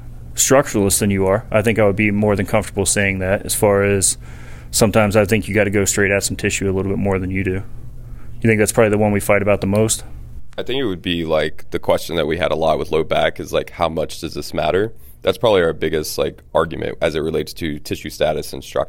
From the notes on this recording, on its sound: This Q/A was recorded at the Barbell Medicine Pain and Rehab Seminar in Reno, Nevada.